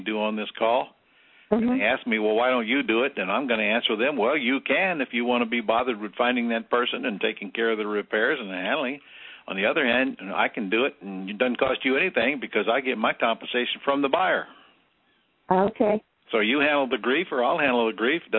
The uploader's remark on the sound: Q&A Call